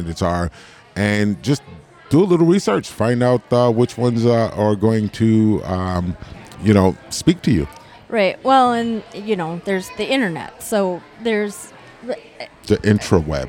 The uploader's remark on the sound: For this episode, we were live and on location at Tuscon's Southwest Grill & Pub in Green Bay, Wisconsin